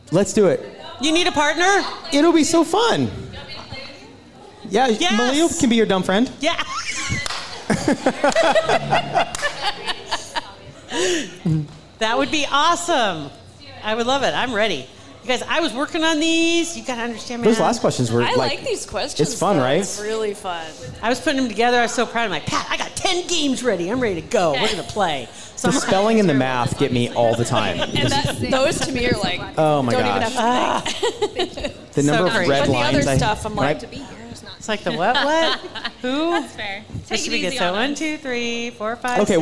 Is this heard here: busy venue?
yes